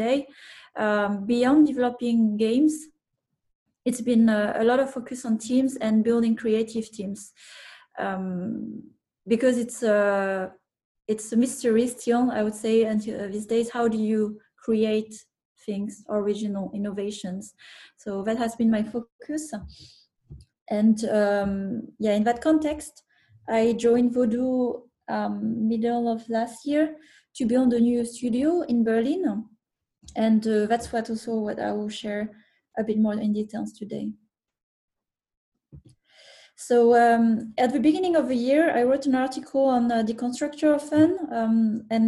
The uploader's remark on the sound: the recording from a webinar that we here at Elite Game Developers organized in May of 2020